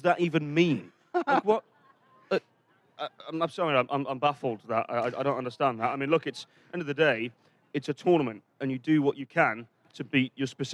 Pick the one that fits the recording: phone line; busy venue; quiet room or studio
busy venue